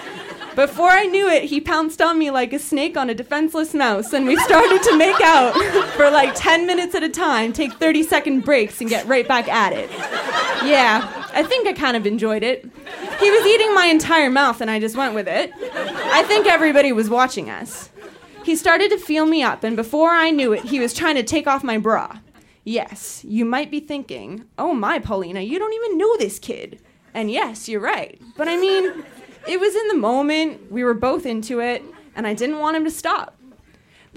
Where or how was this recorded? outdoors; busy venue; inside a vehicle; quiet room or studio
busy venue